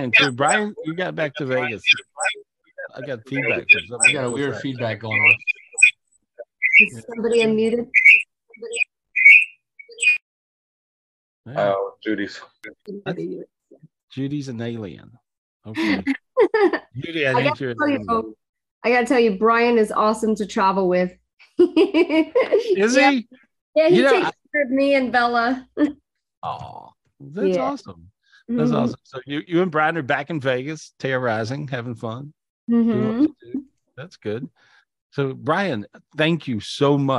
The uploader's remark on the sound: This was recorded LIVE on Zoom on October 21st, 2023.